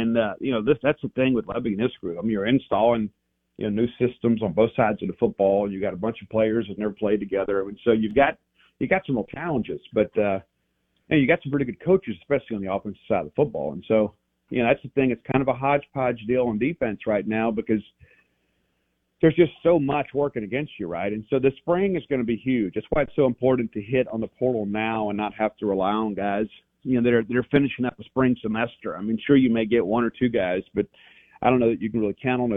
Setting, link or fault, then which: link, phone line